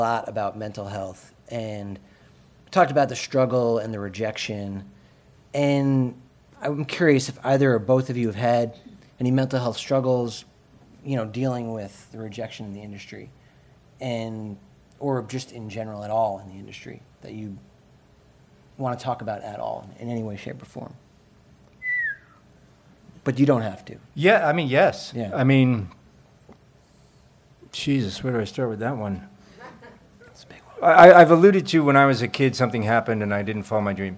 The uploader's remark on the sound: Live from LA. Where they answer the audience’s questions.